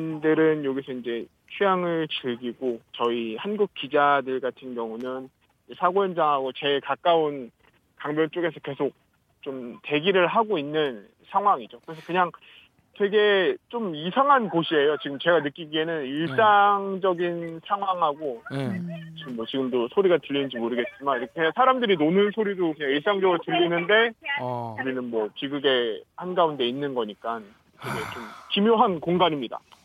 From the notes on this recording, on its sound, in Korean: 헝가리 현지. 기자와 전화연결!